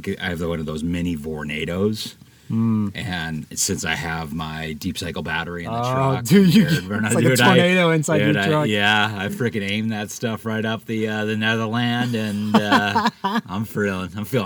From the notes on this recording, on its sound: from camp in Bears Ears National Monument